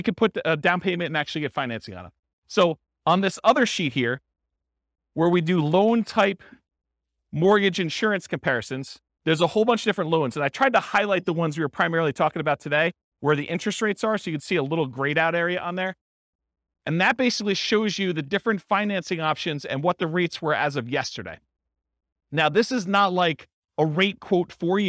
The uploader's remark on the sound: This was a live class recorded